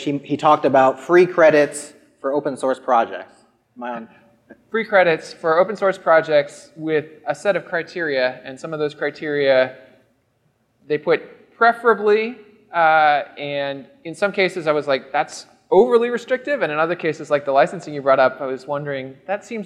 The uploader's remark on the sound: What you’re about to hear is a series of lightning chats recorded live from All Things Open 2019.